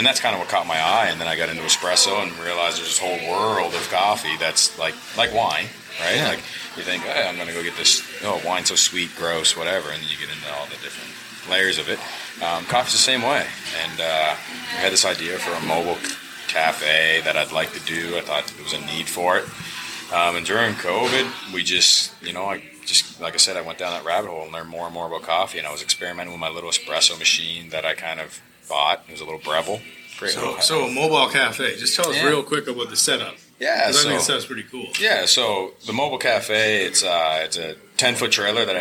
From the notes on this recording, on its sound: Recorded at Serpent Brewing.